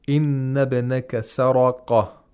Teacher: the nun mushaddad in the word inna has to be pronounced with ghunna for two vowel counts. You have to hold the sound of nun as long as two vowel counts.